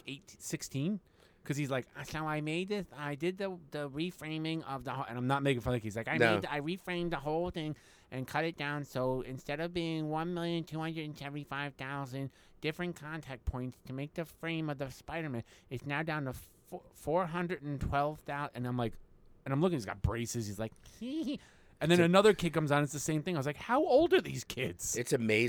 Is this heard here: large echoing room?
no